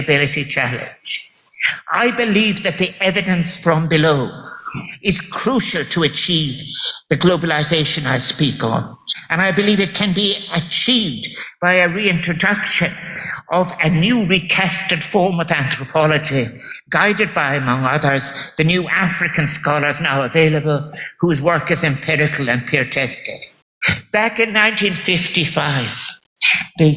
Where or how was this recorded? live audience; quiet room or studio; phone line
live audience